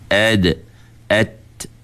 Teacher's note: Jadi huruf dal dengan ta ni, dia duduk tempat yang sama. Sejenis. Itu dia panggil mutajanisain.